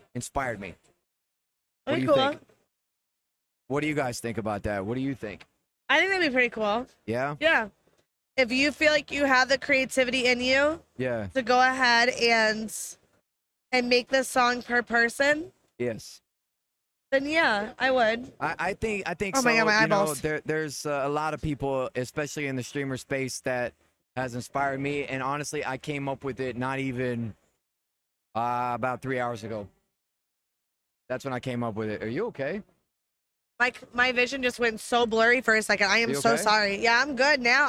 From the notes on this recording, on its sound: Aired 12.17.23 live on Kick Streaming. This episode was recorded live from DreamHack Atlanta. Excuse any audio issues, this was all performed live in a new environment.